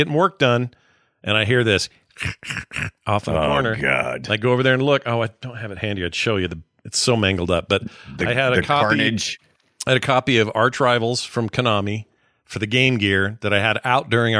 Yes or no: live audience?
no